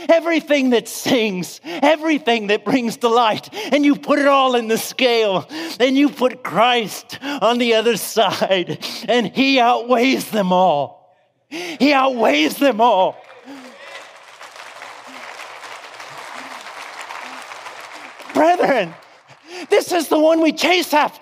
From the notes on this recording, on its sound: preached this sermon at Shepherd's Conference on March 11th, 2016